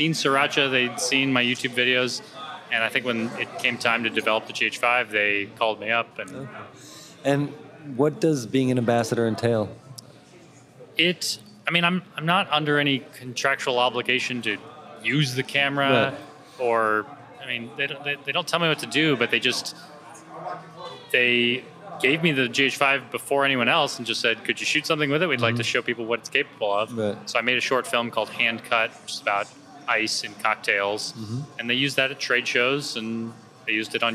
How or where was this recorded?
busy venue